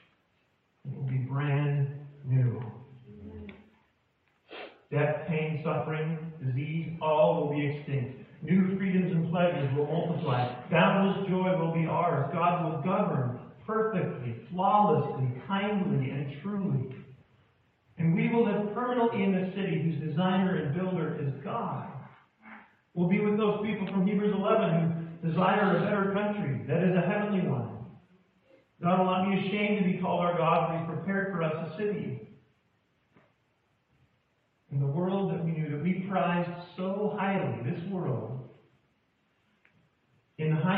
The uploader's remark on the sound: poor audio